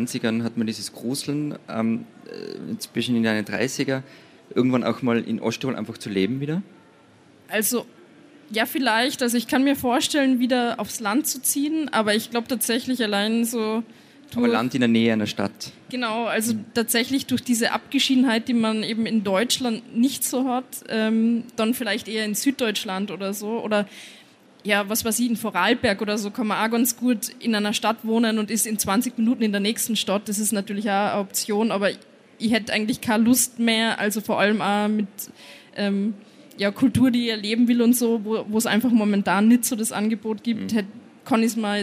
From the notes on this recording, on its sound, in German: Beim Livepodcast auf der Buchmesse Wien.